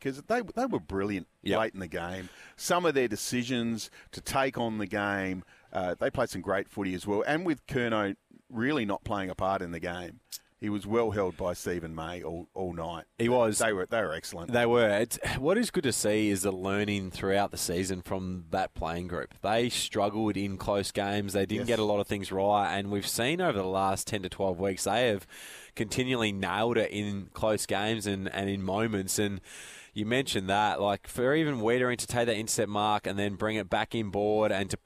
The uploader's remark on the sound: live from Tool Kit Depot's opening in Seaford